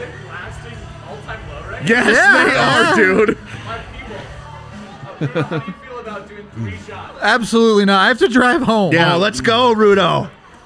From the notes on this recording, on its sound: LIVE from the DNVR Bar